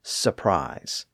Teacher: most people tend to drop that first R sound and just say surprise.